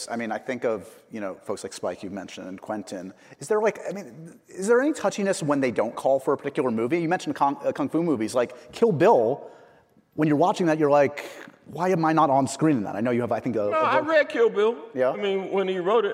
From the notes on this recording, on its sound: a special live taping of the podcast